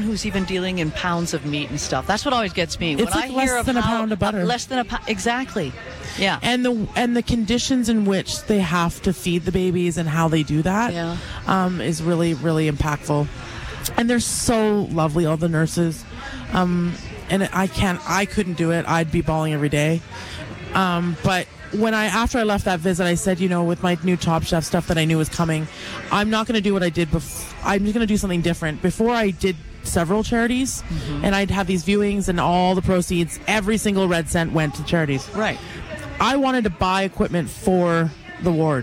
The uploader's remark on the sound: Live at the Calgary Stampede